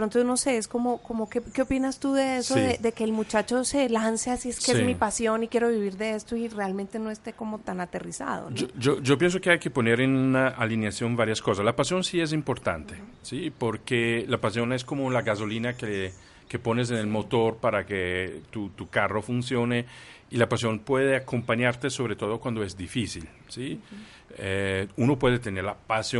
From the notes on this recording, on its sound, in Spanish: nos recibió en la terraza de su casa, con la vista a un campo de golf, con el sonido de los pájaros, lluvia y truenos